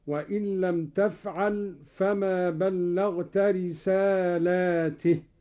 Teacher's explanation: قرأ قالون بمد اللام على الجمع هكذا: وإن لم تفعل فما بلغت رسالاته، لأن الرسالات تتعدد.